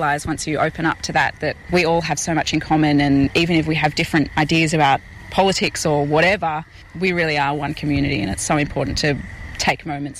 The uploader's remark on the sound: at St Albans Folk Festival 22nd April 2023